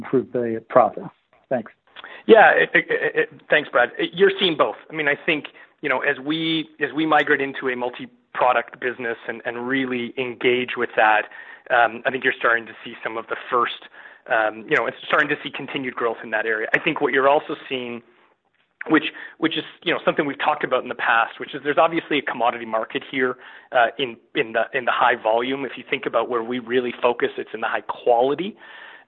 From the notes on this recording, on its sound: Q3 2020 Earnings Conference Call